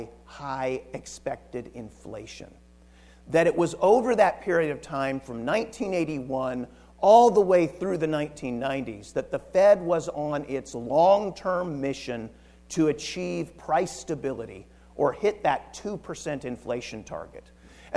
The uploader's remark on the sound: Recorded from the KCRAR Residential Housing Forecast event